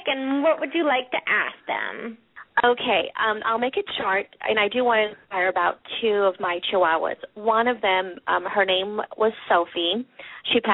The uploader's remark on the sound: open up the lines for listeners to call